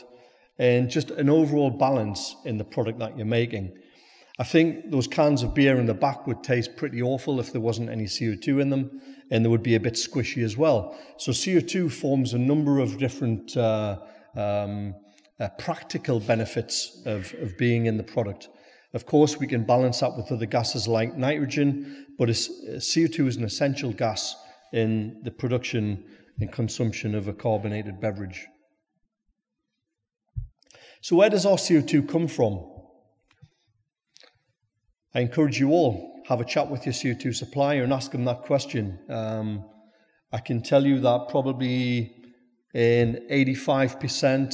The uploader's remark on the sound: speak at our recent Brewers Lectures in Newcastle